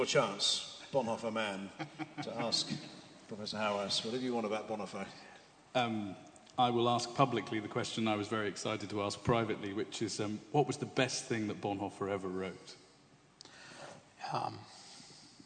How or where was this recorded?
large echoing room